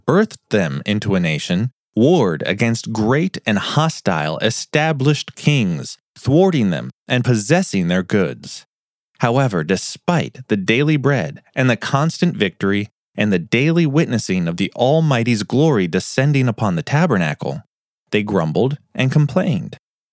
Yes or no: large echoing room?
no